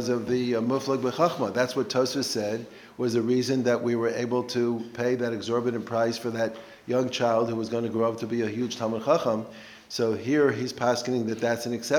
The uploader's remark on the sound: Recorded live at The Torah Center ATL on October 22, 2023